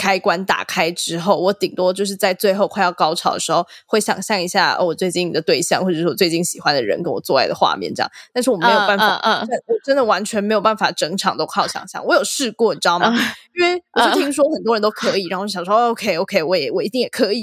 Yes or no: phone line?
no